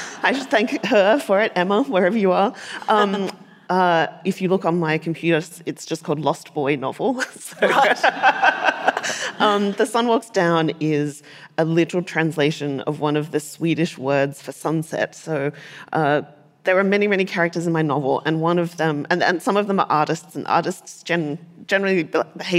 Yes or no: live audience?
yes